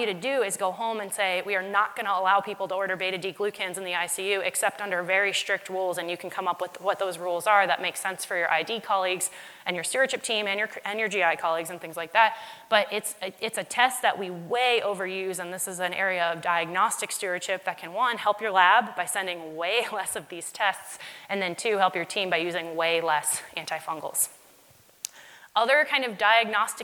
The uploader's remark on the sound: LIVE from MAD-ID. In this special LIVE podcast episode.